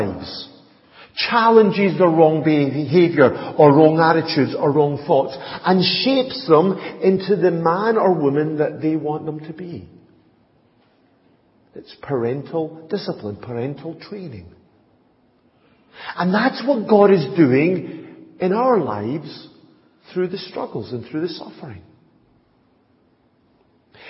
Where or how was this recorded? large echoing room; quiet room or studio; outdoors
large echoing room